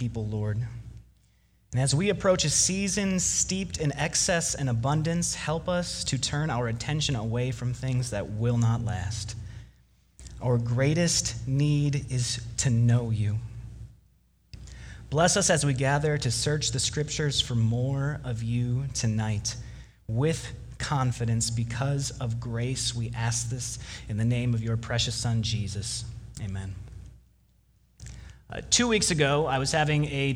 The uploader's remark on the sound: Delivered Wednesday, November 27 at Woodridge Community Church (New Berlin, WI).